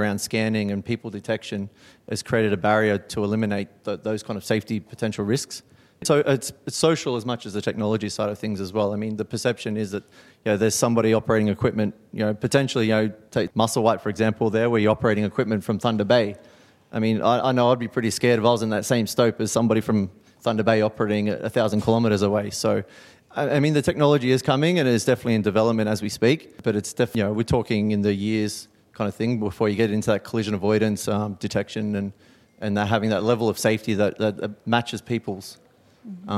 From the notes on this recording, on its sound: This episode features the Big Data and Automation panel at The Northern Miner’s 2019 Progressive Mine Forum in Toronto.